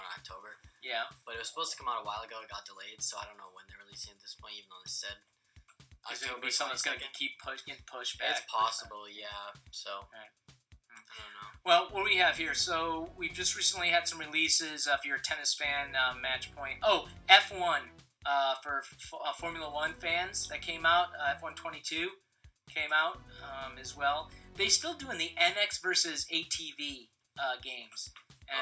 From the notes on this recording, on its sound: The audio was having problems this episode so it is a slightly worse quality this week.